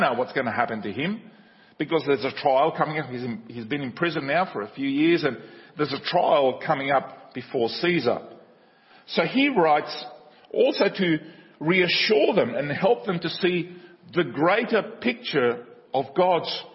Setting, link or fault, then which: setting, large echoing room